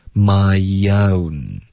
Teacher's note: my 跟 own 之间我们会有一个添加的 e，OK，因为 my 结尾有一个 e 的音，然后从这个 e 滑到 o，你的舌头会降下来 Yo，就导致一个很轻的一个 yo 了。My own.